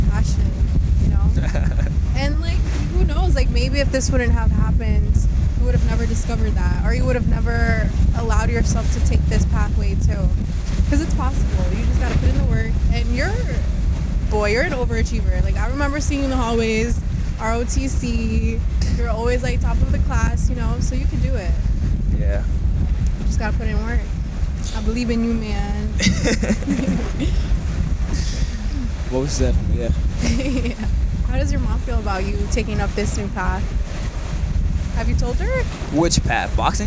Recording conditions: wind noise